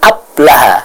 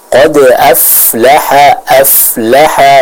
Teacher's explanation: dengan mempertemukan bibir dalam kita yang bagian bawah dengan gigi seri bagian atas · Shown in: second take · Term: huruf fa